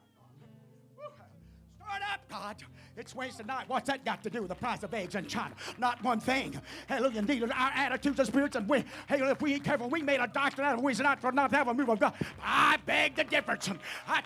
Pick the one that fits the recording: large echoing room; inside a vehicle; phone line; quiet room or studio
large echoing room